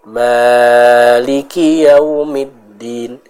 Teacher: mat yang harusnya 2 harokat dibaca 3 harokat, 4 harokat misalnya, ya. Maka ini termasuk al-lahnu al-khafi, ya.